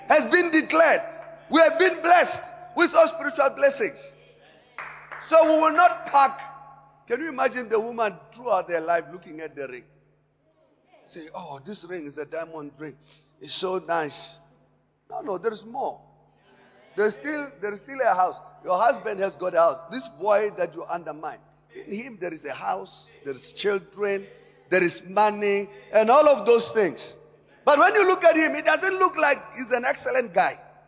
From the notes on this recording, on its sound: Preached at Emmanuel Christian Church, Arcadia Campus On the 07th of September 2018.